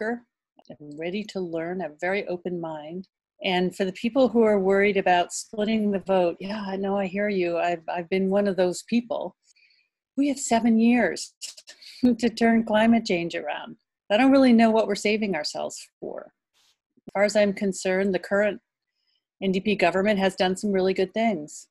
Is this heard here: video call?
yes